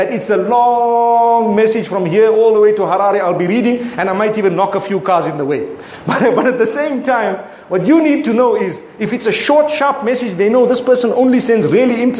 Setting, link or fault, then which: setting, large echoing room